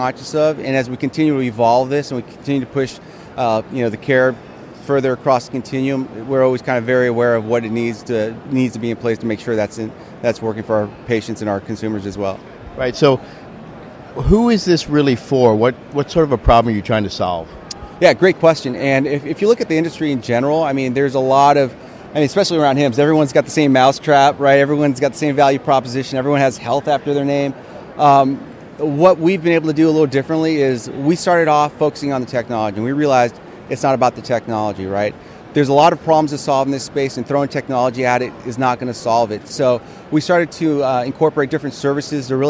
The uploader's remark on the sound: LIVE from #HiMSS17.